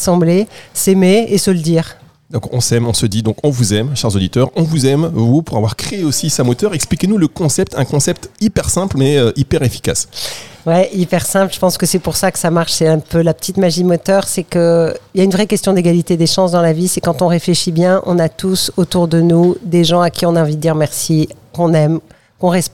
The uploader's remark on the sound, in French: Dans ce numéro spécial de Parole partagée à Nice, en direct de la scène de la Cuisine du Théâtre National de Nice pour le lancement de 7ième édition du concours Moteur !